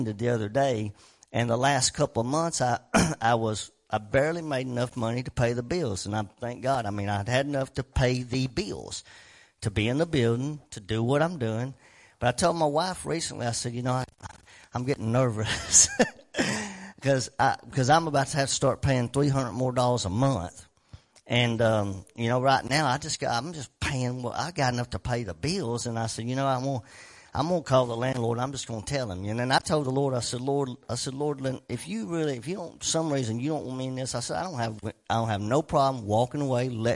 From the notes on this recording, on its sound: WELCOME TO OUR LIVE SERVICE. Preaching at Family Worship Center in Athens Tennessee. We own a CCLI license CSPL080184 to stream our music live over the internet.